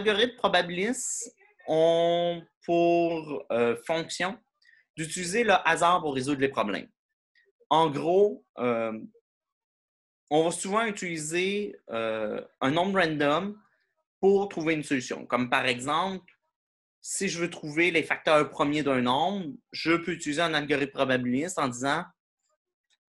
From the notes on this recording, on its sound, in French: cours en ligne sur Zoom.